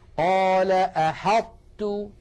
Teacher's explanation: إذن أدغموا، العرب أدغمت الطاء في التاء هنا، ولكن مع إبقاء صفة الإطباق فيها من غير قلقلة · Term: إدغاما ناقصا